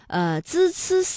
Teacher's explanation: 这舌尖是平伸的，是抵住上齿背或者是下齿背，控制舌尖不要抬起 · Term: 平舌音